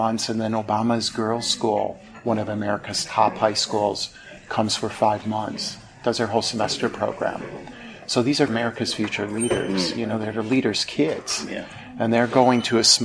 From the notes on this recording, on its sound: Apologies there is a lot of background noise during this interview as it was taken in the guest speaker social area. His talk at the Festival of Education Hangzhou.